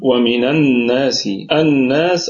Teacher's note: النون في أعلى درجات الغنة لأنها مشددة